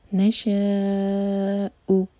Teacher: تو یہ ہے مد متصل، اس کو ہم چار حرکہ لمبا کھینچیں گے اور حمزہ کو کٹ آف ساؤنڈ کے ساتھ پڑھیں گے